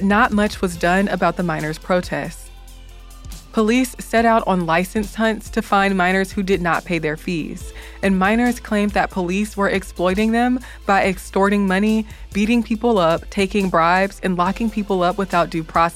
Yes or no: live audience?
no